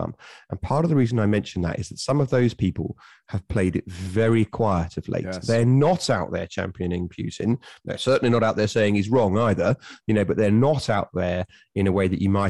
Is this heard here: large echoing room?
no